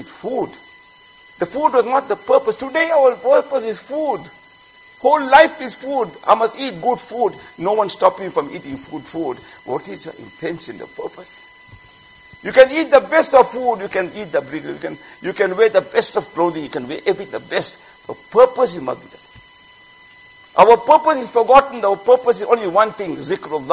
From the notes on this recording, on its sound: Jumuah Lecture at Masjid Mueenuddeen